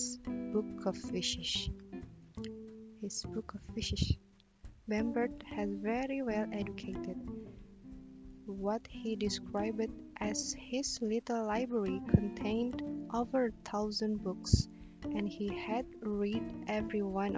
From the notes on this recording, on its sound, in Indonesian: Pakai headset, suara plantronics, suara udara dari mulut terekam, mau diedit, tapi filenya tidak terbaca, yasudah lah yang ada saja.